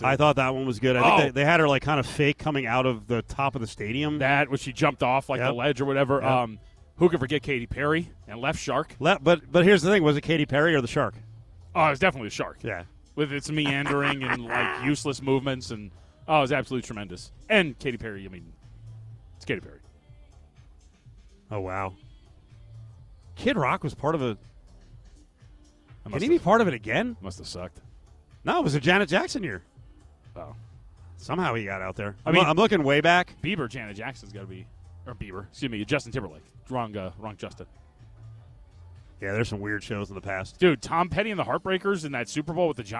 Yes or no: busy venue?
yes